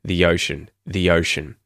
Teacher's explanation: the ocean with the little y, yod vowel sound. Well, semi-vowel sound.